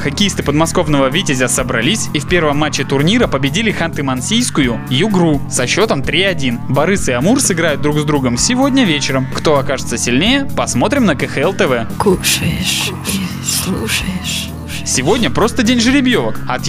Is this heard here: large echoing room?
no